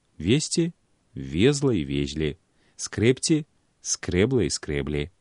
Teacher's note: У формах прошлага часу, адзіночнага і множнага ліку гэтых дзеясловаў націск застаецца на галосным гуку кораня.